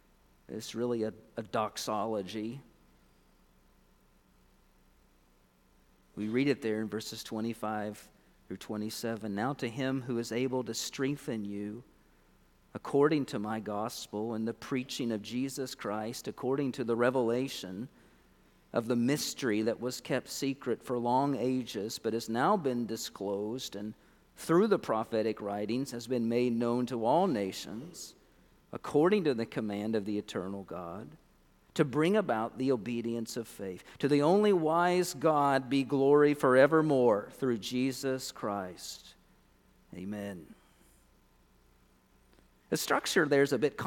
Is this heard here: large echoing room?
yes